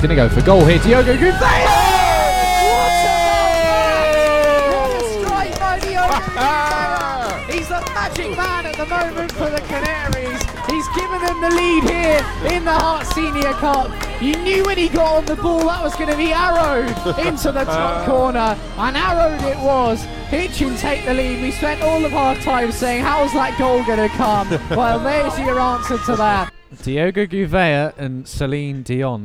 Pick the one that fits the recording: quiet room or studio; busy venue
busy venue